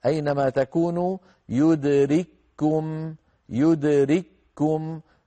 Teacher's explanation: المثال الثالث الآن يدرككم، هذا مثال من كلمة واحدة التقى في هذه الكلمة كافان، الكاف الأولى ساكنة والثانية مضمومة فأدغمنا الساكنة في المتحركة فصارت كافا واحدة مشددة · Term: إدغام